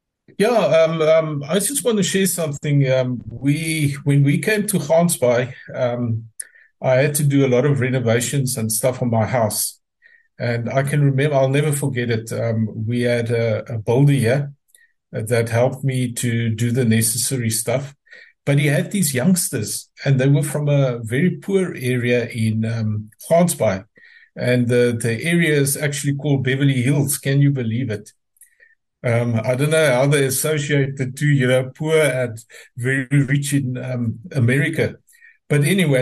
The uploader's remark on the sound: The Transformation Table Zoom Meeting.